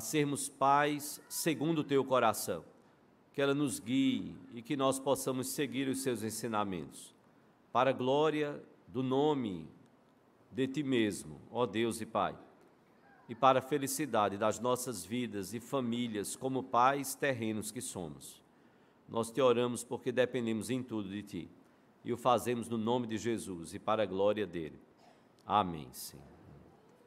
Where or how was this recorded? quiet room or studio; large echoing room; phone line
large echoing room